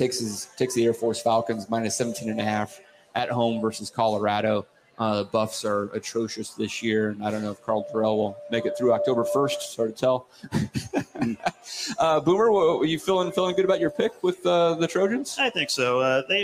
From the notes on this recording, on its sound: REDCAST LIVE! From the Hail Varsity Club. Had a blast going live in front of a studio audience at the Hail Varsity Club in La Vista, NE.